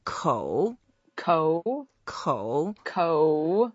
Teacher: the third tone goes down first and then up